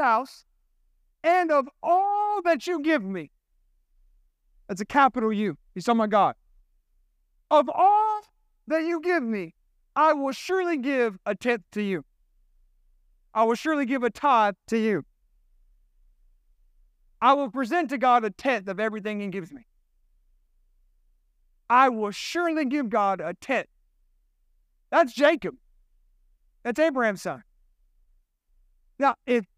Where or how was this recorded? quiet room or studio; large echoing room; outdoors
large echoing room